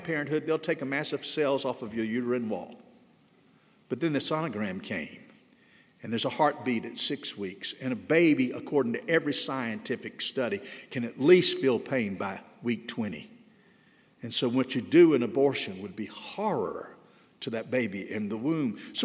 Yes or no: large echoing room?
yes